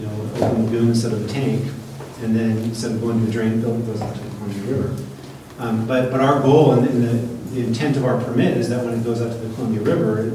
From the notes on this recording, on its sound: Live Recording of Astoria City Council, 11/5/18